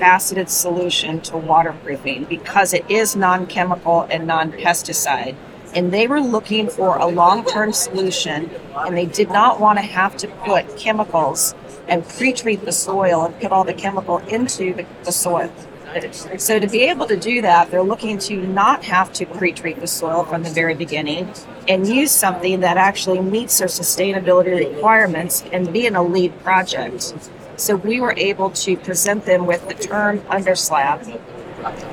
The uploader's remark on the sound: LIVE from Greenbuild 2023. We share a LIVE conversation from the 2023 Greenbuild International Conference and Expo in Washington D.C.